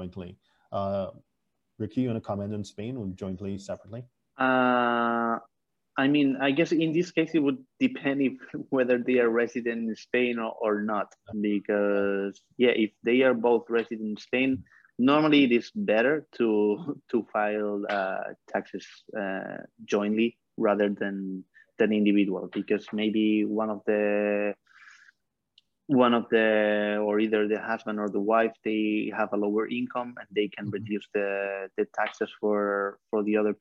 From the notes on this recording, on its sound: For those joining us on Zoom